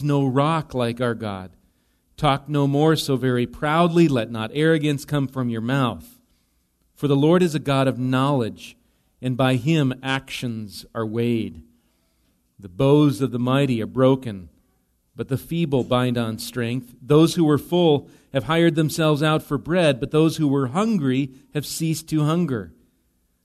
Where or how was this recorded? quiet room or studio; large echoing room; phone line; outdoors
large echoing room